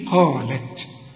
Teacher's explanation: القاف من أعلى حروف التفخيم اللي بعدها ألف